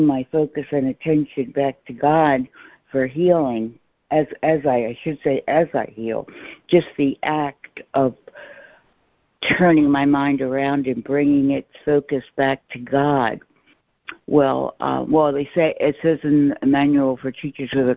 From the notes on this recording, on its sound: ACIM Daily Conference Call